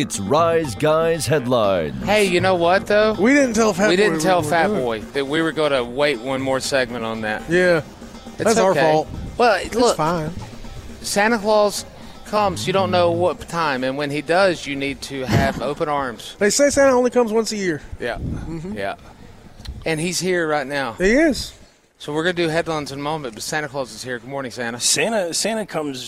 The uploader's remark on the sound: WE ARE LIVE AT BON SECOURS WELLNESS ARENA FOR THE LEO SANTA TOY DRIVE